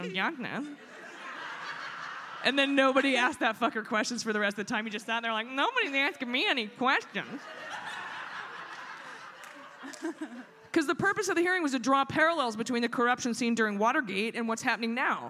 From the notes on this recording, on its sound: Please enjoy this recording of our live show at The Parkway Theater in Minneapolis!